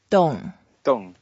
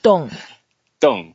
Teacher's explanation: it's a fourth tone, so we go down quite a bit to make it looking, sounding as if we are a little bit excited and a bit angry.